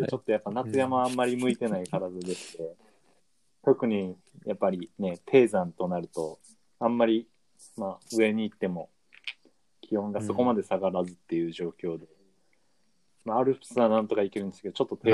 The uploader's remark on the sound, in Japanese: 縦走してる途中、テントの中で収録してます。